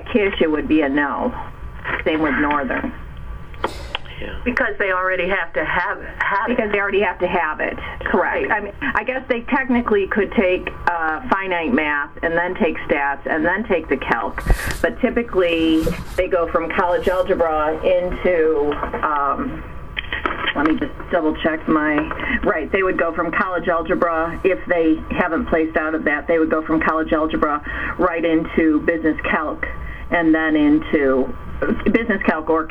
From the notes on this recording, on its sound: IAI Business Major Conference call. Conference call discussion.